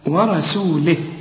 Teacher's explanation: بنقول السين طلعها سو مش صو